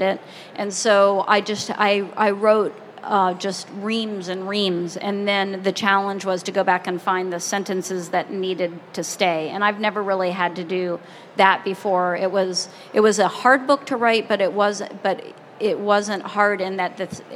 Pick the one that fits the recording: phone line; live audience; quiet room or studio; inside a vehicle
live audience